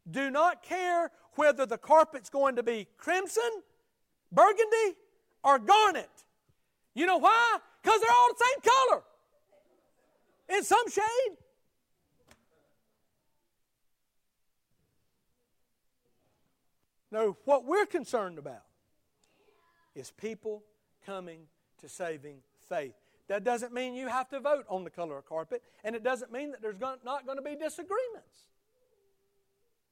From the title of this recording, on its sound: Sunday Morning Service at Liberty Baptist Church